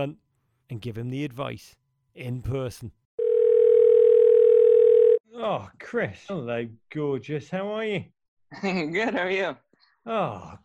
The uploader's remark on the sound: We have our very first WGFOP live caller.